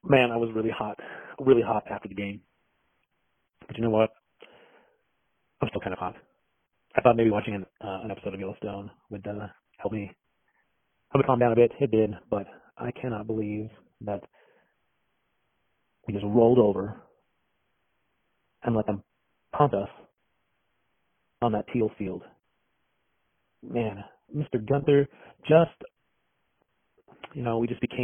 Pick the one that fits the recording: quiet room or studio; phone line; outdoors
phone line